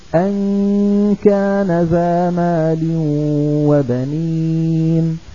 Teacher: لما بيجي بدي أنطق الكاف لا يخرج معها ذرة غنة . انتبهنا لهذه الناحية، الغنة في الإخفاء باقية في الحرف الأول